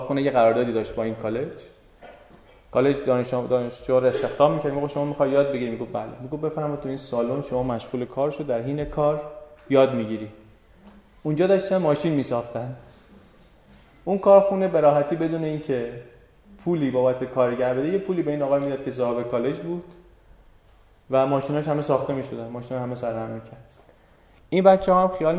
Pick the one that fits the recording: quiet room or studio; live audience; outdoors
live audience